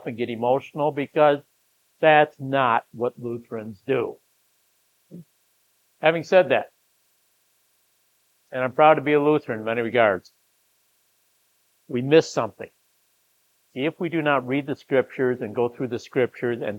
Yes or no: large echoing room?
yes